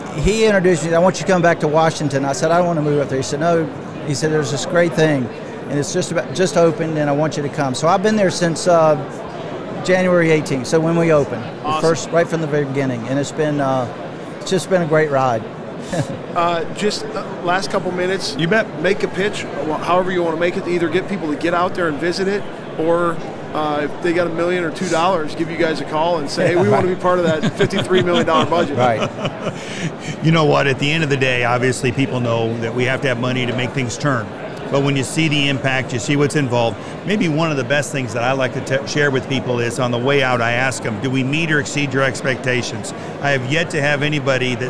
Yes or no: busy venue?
yes